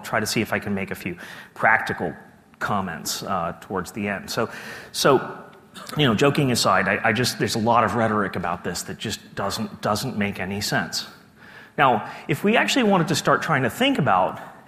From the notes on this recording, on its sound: keynote speech from day two of the conference